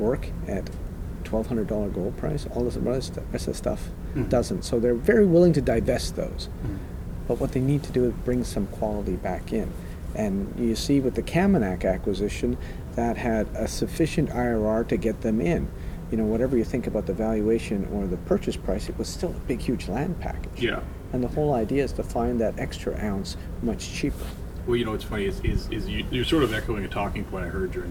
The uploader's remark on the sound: at AME BC's Roundup 2017 conference